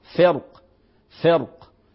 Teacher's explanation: تفخم لأن الراء جاءت ساكنة بعدها حرف استعلاء مكسور اللي هو بعد القاف، فرق فكان كل فرق كالطود، تمام.